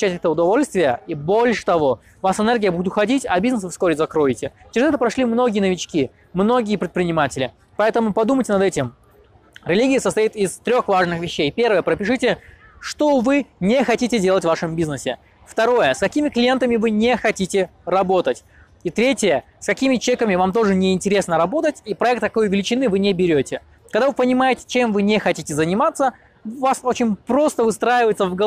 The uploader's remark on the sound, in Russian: Это видео я записывая в значимом месте - за моей спиной Нотр-Дамм-де-Пари, Париж, Франция.